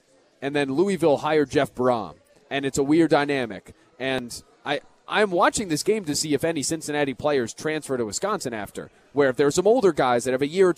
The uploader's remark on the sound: live at Monk's in Sun Prairie